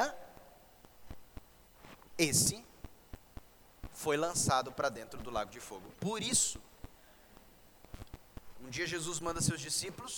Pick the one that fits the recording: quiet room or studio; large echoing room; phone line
large echoing room